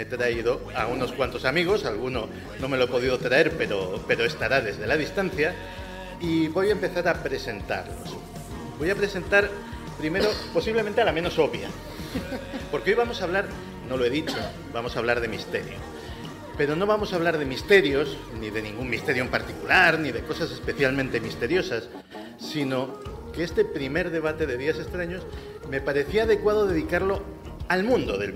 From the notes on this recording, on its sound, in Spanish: Primera tertulia DEX celebrada en el marco del festival ESTACIÓN PODCAST